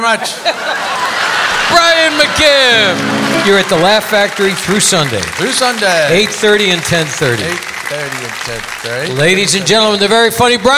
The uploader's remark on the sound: Live at the Southpoint Casino